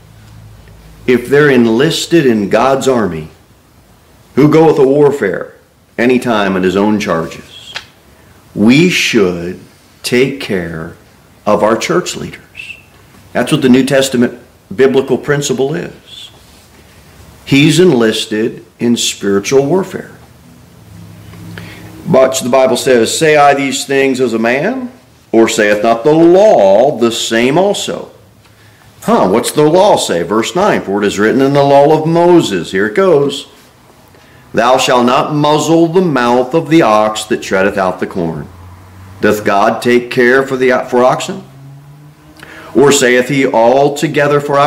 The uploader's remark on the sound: Sermon delivered at Pilgrim Baptist Church. A bible-believing, independent Baptist church.